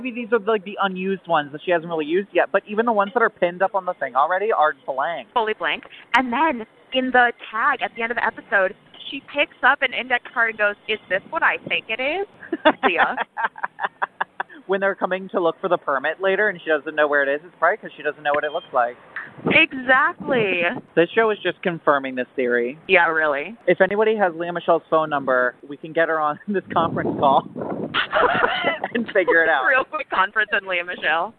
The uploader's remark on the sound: This week we're coming atcha live from the streets of New York on our synced up lunch breaks at work!